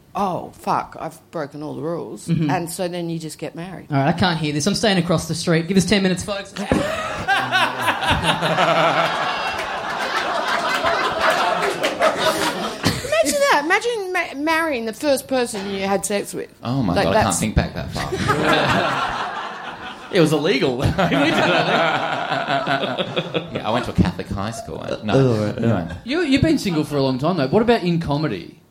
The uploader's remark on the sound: It's an absolute ripper show in front of a red hot crowd!